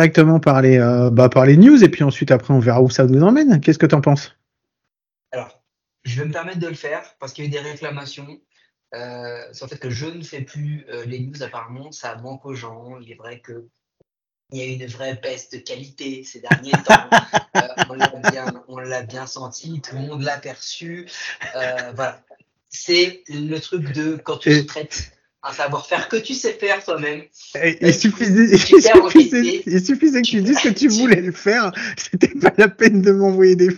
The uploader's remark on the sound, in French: Mes plus profondes excuses pour la pauvre qualité sonore de cet épisode.